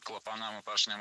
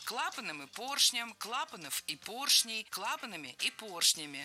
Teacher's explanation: Должно быть клапаном и поршнем, так как перед нами слова с неподвижным ударением на основе. И в них ударение всегда падает на первый слог. · Shown in: second take